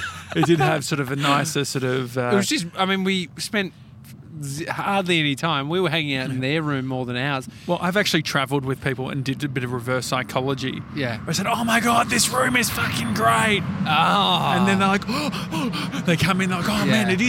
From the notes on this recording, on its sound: Stacks On At The Big Strawberry. We're doing the show live outside the Big Strawberry in Koonoomoo, Victoria.